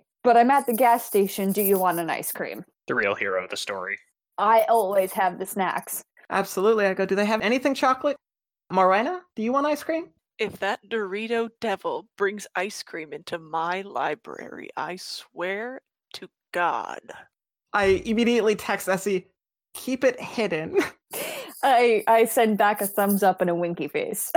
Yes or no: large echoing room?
no